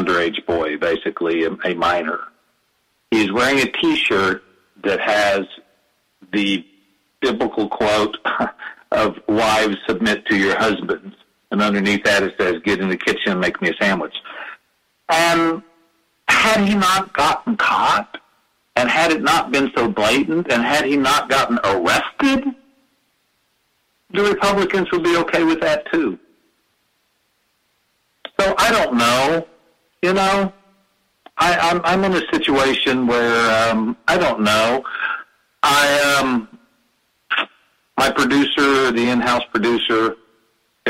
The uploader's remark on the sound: Open Mic Show with callers